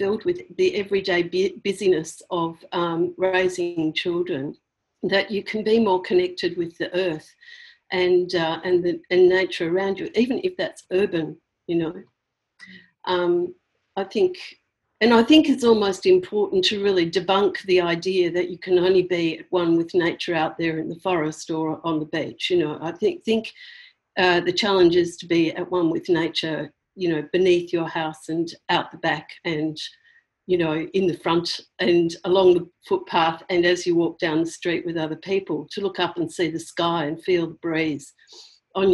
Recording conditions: video call